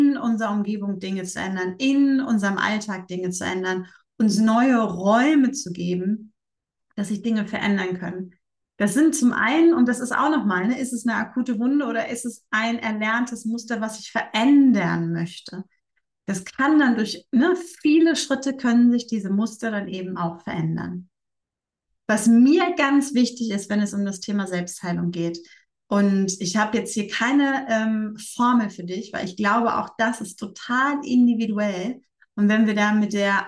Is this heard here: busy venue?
no